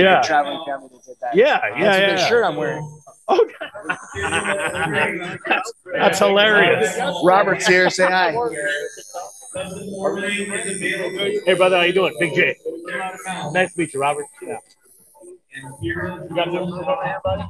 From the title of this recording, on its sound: live at the Seaside Tattoo show